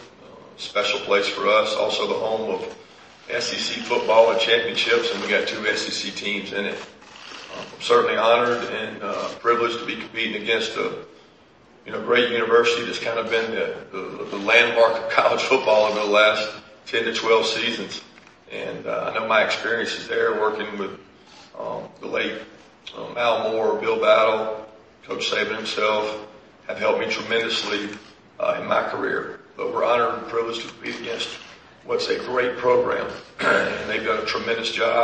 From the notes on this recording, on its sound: fielded questions in the Grand Ballroom of the Sheraton Atlanta Hotel